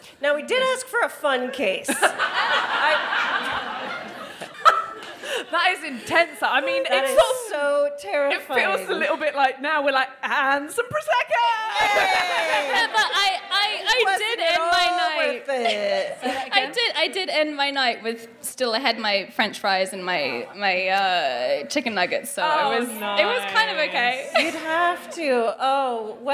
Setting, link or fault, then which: setting, live audience